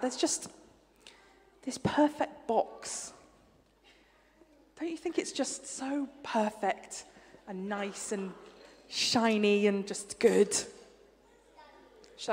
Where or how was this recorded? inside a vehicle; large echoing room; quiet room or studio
large echoing room